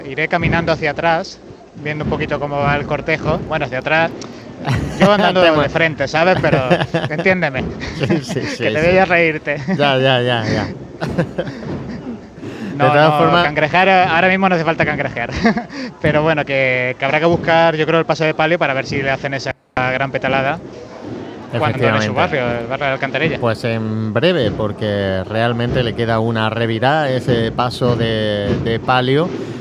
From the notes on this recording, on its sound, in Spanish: Retransmisión en directo del Domingo de Ramos en Jaén en el año 2023.